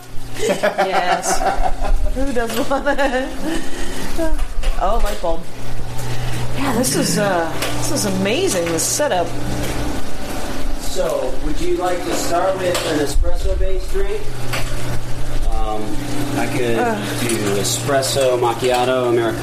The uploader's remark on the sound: Dork Expedition to Atlas Coffee, Seattle. It might be loud, but it’s awesome. Because of the guerilla nature of the taping, there is background noise. It should be able to be done better with other equipment. Try to hear the waitress’s political opinion in the background.